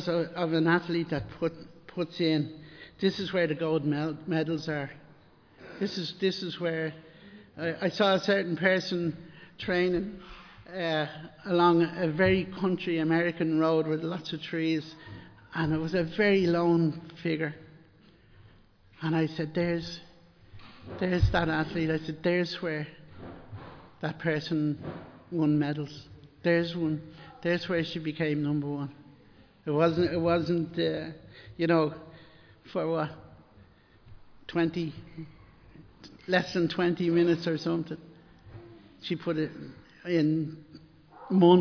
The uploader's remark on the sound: Recorded live in Liberty Church on 29 January 2023